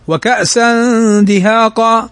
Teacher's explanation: تنوين بعده الدال، والدال من حروف الإخفاء في النون الساكنة والتنوين